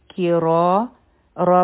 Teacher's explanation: دا غټ حرف دی ځکه چې په دې فتحه ده مخکې الف دی دوه حرکه به یې راکاږو